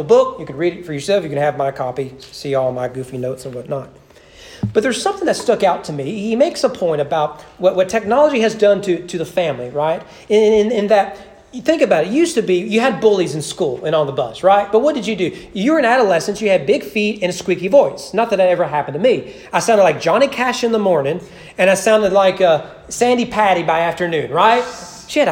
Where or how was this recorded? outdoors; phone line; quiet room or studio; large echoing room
large echoing room